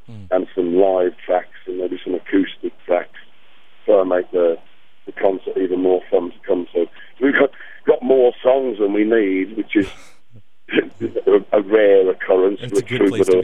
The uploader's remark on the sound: took some time on the phone